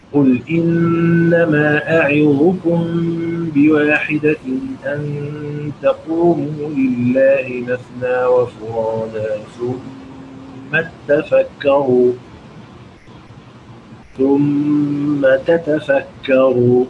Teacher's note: بيدغم التاء في التاء ولكن في الوصل فقط